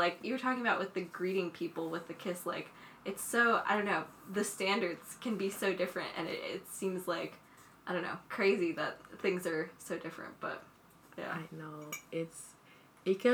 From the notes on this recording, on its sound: If you hear clanking noises, it's our mugs of tea